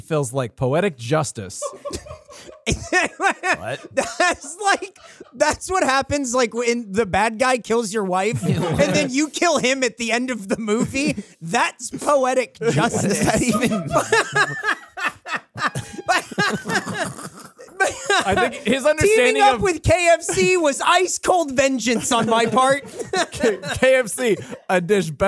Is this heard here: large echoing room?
no